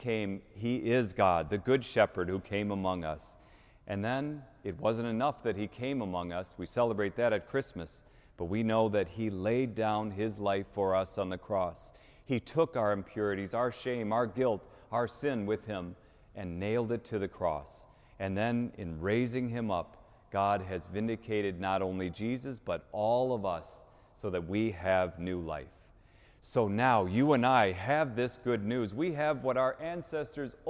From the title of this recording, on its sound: Easter Vigil 2019 (Cathedral)